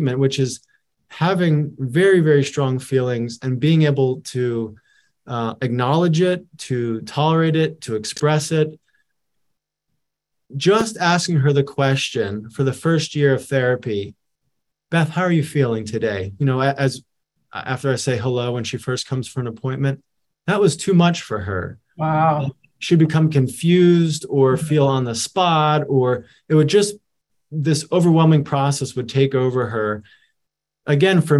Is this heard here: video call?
yes